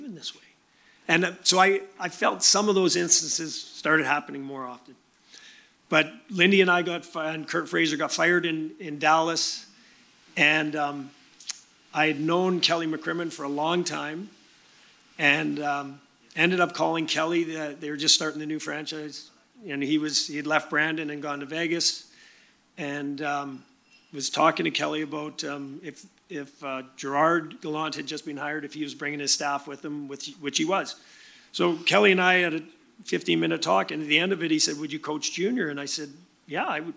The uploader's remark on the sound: Live From Victoria.